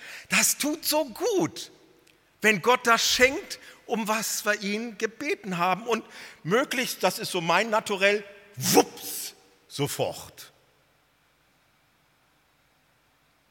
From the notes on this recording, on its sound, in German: Missions-Gottesdienst der Missionsberg-Gemeinde (Liebenzeller Mission)